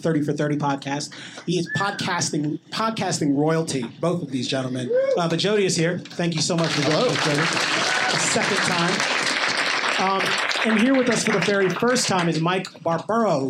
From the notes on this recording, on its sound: Live at the Comedy Cellar in NYC. Our first live recording; taped at the legendary Comedy Cellar in New York City.